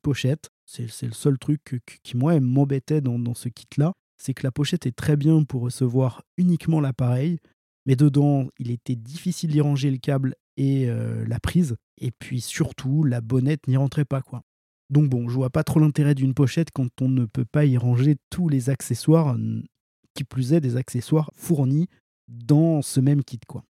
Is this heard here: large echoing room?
no